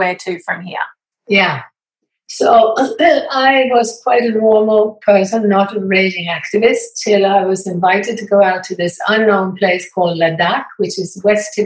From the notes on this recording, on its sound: We wrap up our weekly Zoom Conversation Series.